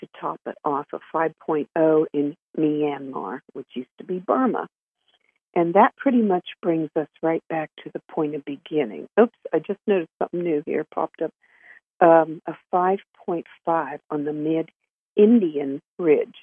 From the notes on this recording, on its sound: Conference Call LIVE